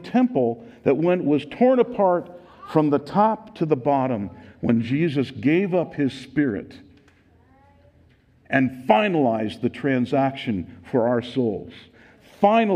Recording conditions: live audience